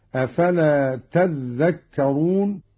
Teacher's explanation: قرأ قالون بتشديد الذال هكذا: أفلا تذكرون، والأصل تتذكرون، أدغمت التاء في الذال